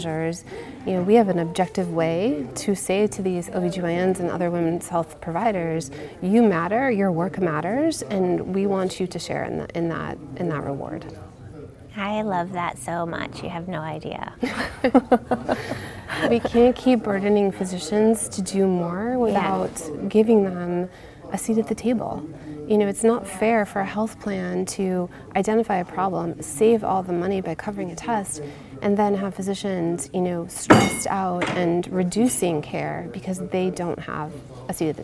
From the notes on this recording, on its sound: recorded at HIMSS22